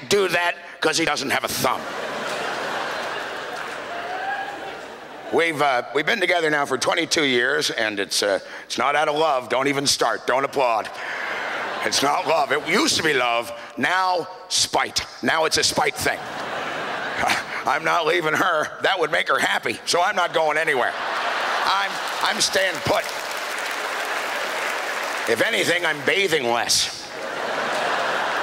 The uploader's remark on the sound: stand up from the Just For Laughs Festival in 2009